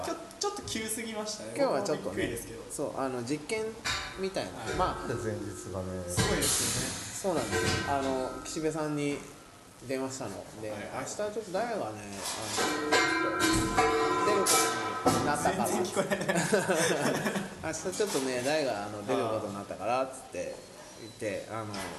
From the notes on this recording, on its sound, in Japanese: イベントの空き時間に収録